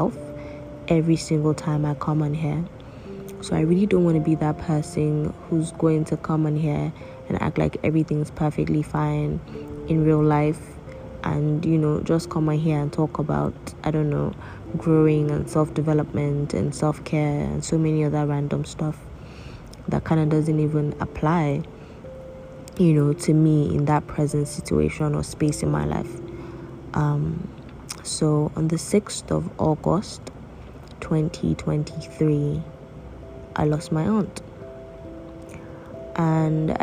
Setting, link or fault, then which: fault, background noise